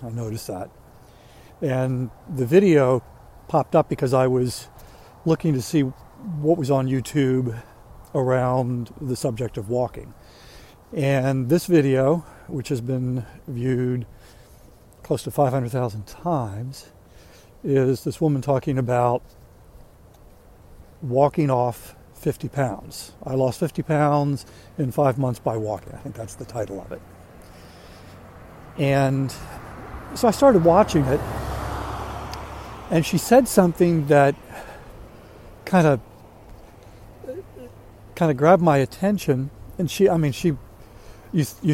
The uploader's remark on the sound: During today's ten-minute walk. Wonders what the vehicle with the loud siren is.